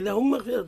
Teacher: الحكم الأول الإدغام مع الغنة في مثيلتها